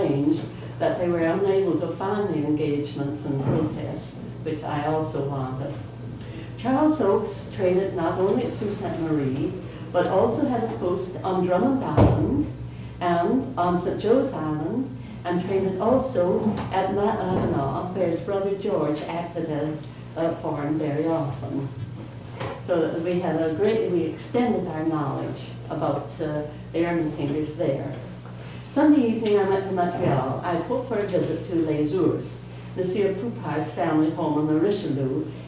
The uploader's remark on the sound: At time stamp 4:45 the episode turns into an audio recording from a Historical Society Meeting.